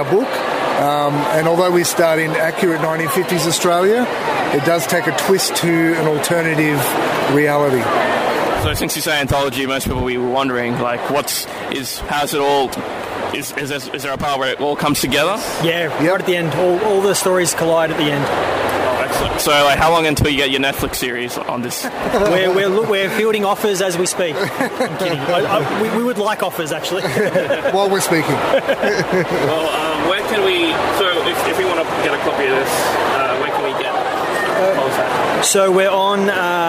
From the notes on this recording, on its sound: Supanova interview. Recorded at Supanova Expo on April 6th, 2019 in Melbourne.